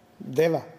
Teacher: Čujemo deva, …, umjesto deva. Deva, znači sa kratkim uzlaznim akcentom